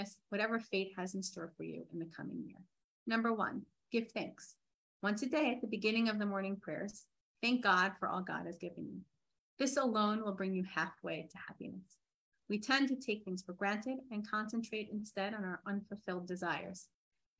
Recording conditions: video call